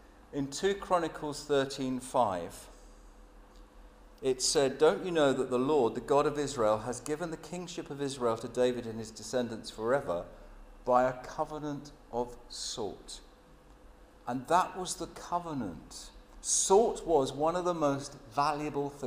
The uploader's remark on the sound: Sermon at St James Alperton